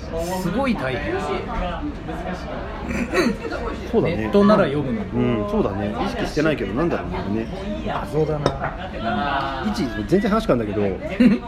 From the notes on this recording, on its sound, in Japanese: 東京出張の時にご飯を食べながら収録した雑談です。雑音でお聞き苦しいかと思いますが。